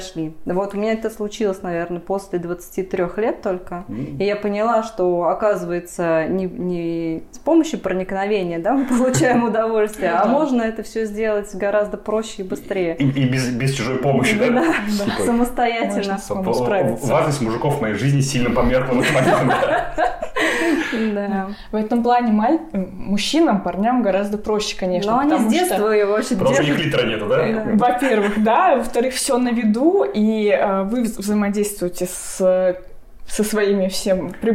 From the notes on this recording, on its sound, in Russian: Я записывал его в Оренбурге на съёмной квартире. Есть небольшое эхо из-за записи в квартире.